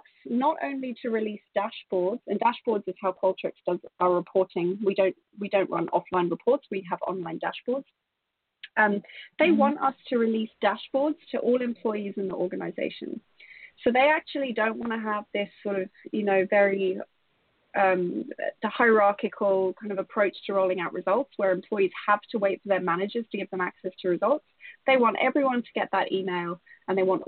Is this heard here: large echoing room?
no